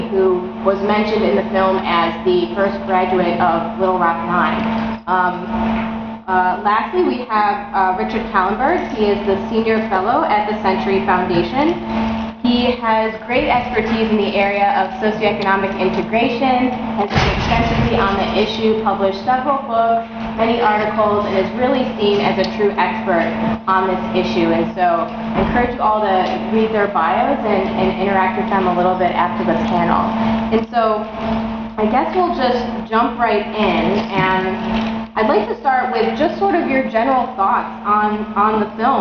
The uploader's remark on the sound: Broadcast from Live Together, Learn Together’s conference in Washington, D. Broadcast from Live Together, Learn Together’s conference in Washington, D.C.